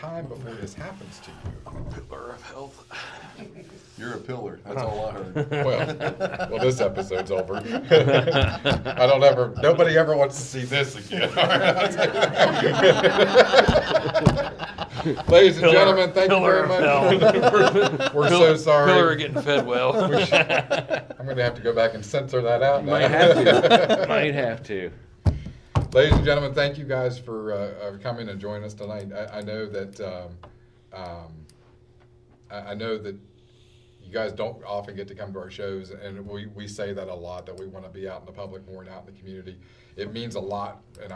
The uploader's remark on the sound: come to you live from the VFW in Westover